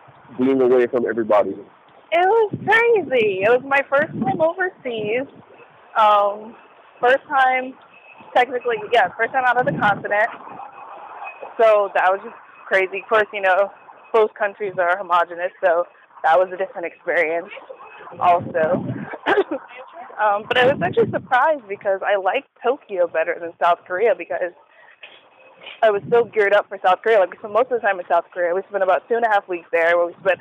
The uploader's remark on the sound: This chat occurs while she and I walk to Starbucks in different cities to get work done. Forgive the audio quality.